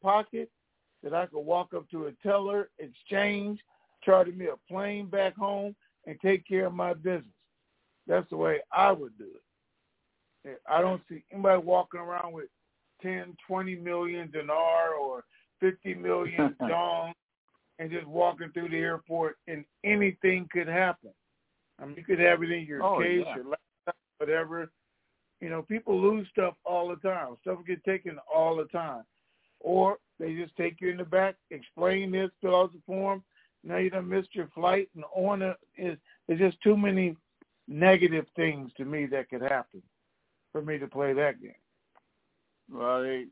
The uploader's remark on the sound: TNTSuperfantastic Conference Call - January 28, 2022